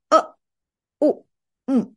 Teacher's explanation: So two vowels, short vowels, and one consonant, nasal consonant, M. Three sounds constitute one syllable.